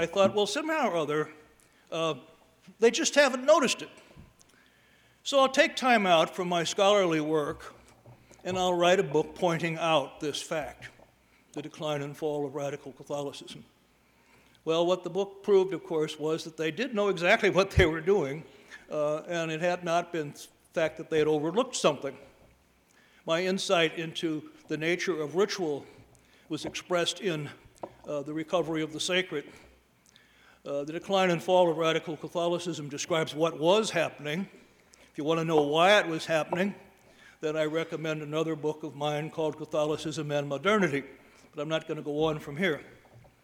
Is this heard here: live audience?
yes